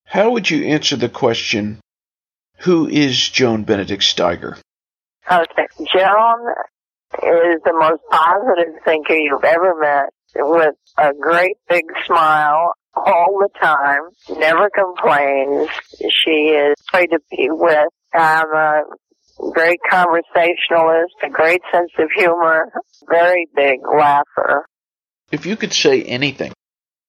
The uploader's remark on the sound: This episode features a very brief phone interview